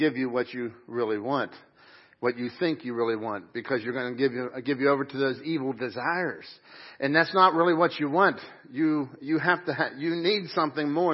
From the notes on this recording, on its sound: Crossroad Ministries Live Service.